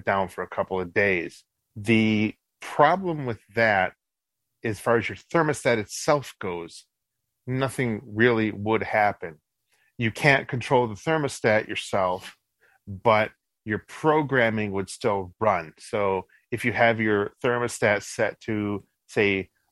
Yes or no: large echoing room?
no